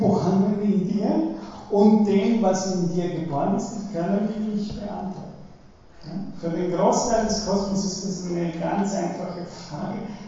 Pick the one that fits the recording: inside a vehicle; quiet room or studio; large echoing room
large echoing room